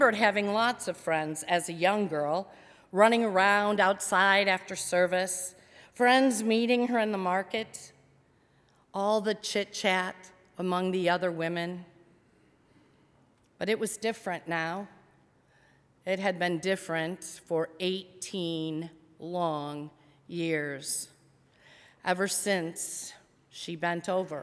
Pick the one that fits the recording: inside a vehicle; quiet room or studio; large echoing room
large echoing room